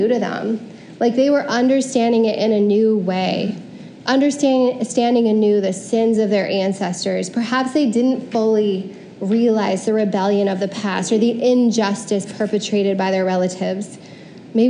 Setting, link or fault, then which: setting, large echoing room